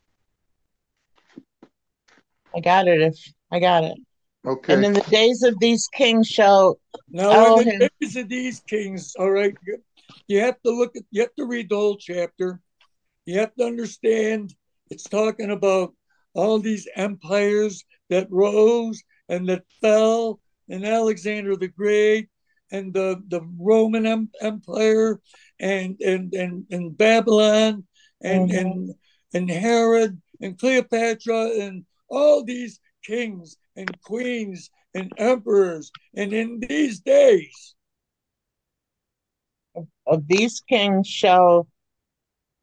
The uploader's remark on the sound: Oceanside Zoom Class